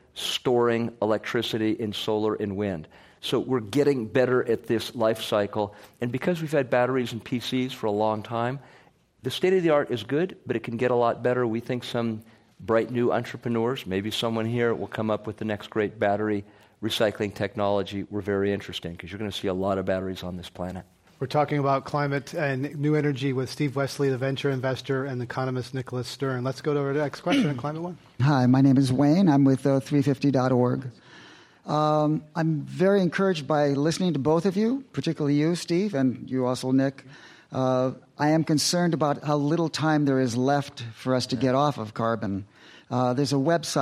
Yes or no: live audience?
yes